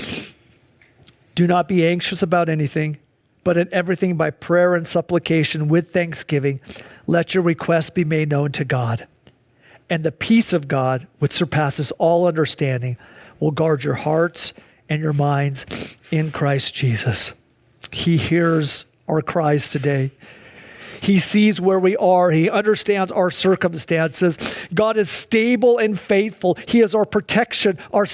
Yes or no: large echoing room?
yes